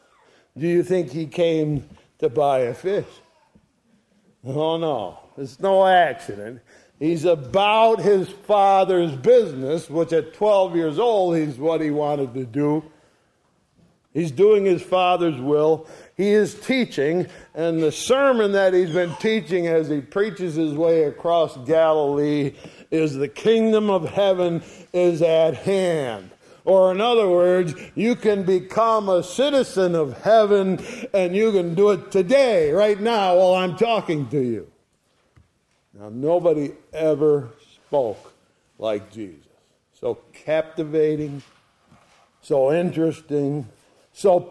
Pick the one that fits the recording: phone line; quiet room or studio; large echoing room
large echoing room